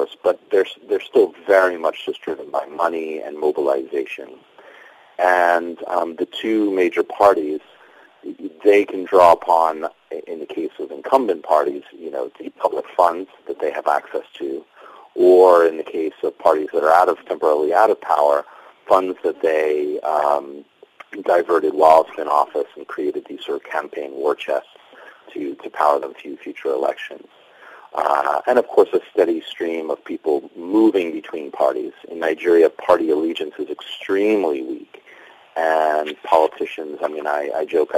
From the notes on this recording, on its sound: we are joined on the line